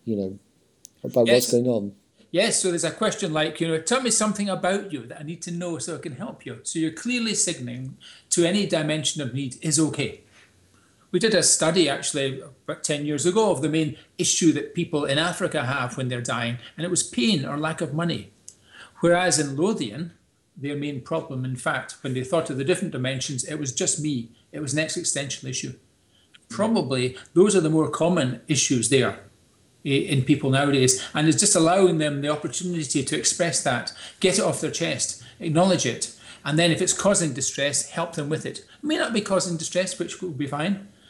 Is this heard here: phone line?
no